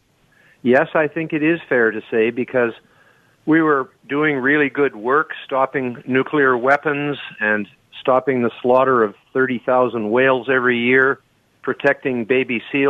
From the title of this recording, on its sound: Open Phones